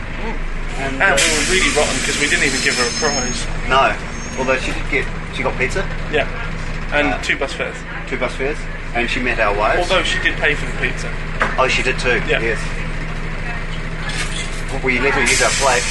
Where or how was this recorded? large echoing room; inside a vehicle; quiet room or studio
inside a vehicle